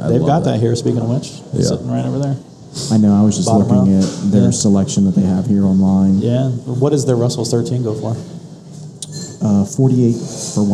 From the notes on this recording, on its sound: sit down live at Cafe Round II in Grandview